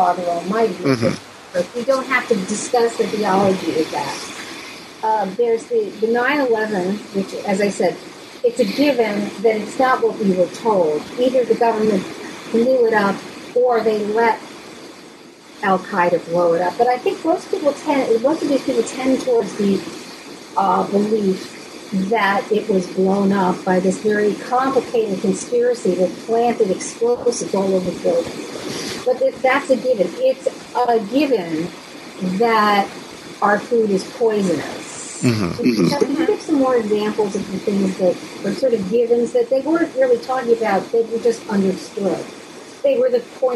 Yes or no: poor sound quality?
yes